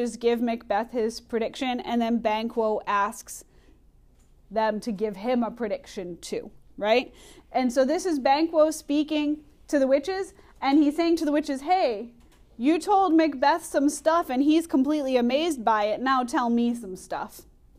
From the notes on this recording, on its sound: Recorded in class